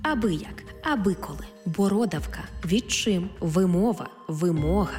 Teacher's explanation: Наголос на другому складі